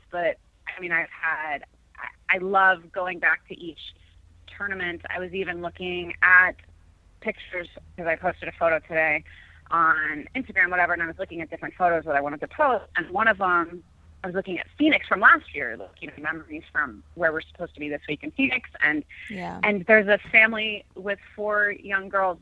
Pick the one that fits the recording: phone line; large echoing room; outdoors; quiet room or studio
phone line